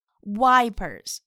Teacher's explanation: wiper 中的 I 发的是双元音，I 由啊向 A 滑动的一个音，要发的饱满